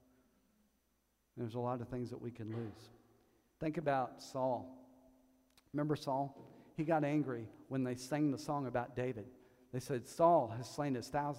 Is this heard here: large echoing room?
yes